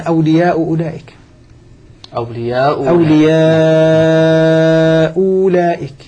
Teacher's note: بمد حركتين فقط ما بمد مشبع